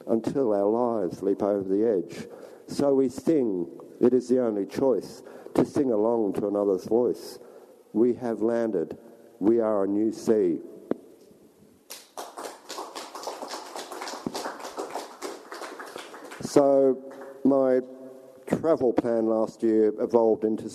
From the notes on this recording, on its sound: at Dancing Dog Cafe, Footscray.